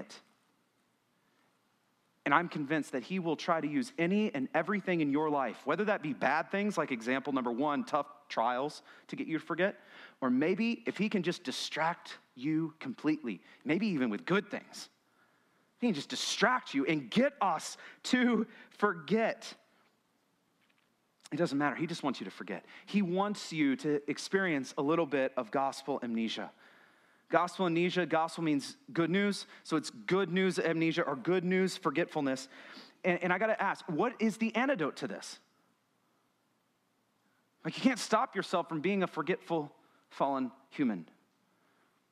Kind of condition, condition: setting, large echoing room